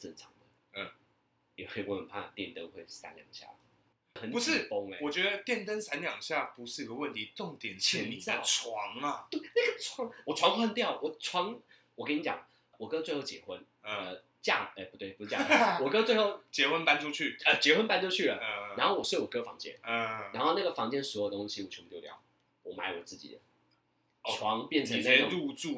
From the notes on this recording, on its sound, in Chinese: 本集於配備升級之前錄製的, 聲音上需要大家的體諒